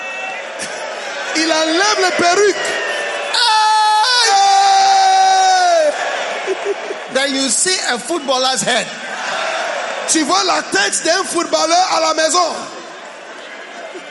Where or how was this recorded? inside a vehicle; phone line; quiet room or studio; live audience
live audience